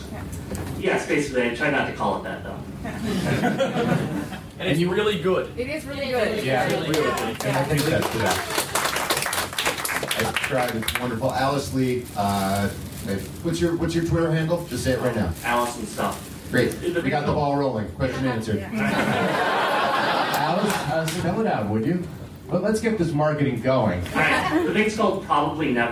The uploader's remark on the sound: Recorded aboard the Freedom of the Seas Royal Caribbean ship for JoCo Cruise Crazy 3. Volunteered to record this panel.